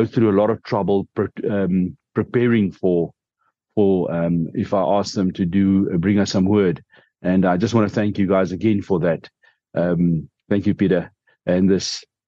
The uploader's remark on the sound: The Transformation Table Zoom Meeting.